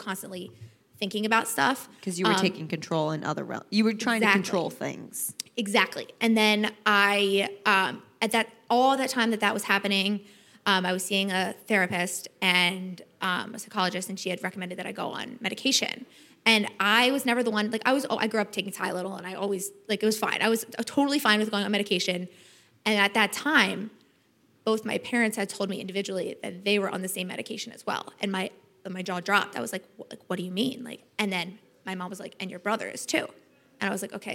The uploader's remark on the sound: This episode was recorded in front of an audience at the Samsung’s 837 building in the Meatpacking District.